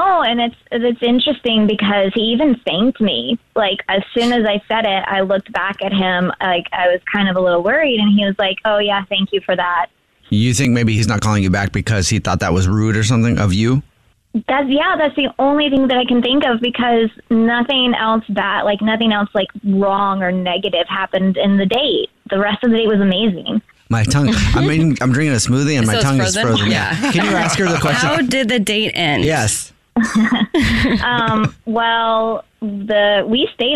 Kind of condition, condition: link, phone line